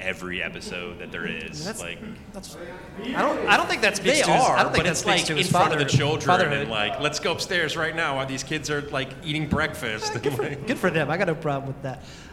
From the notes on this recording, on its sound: Awesome Con 2023 LIVE. Live from Awesome Con 2023 in DC.